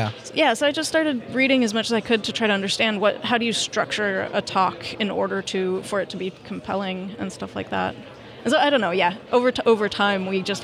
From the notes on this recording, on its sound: Welcome to the first Spotlight series recorded at OSCON London 2016.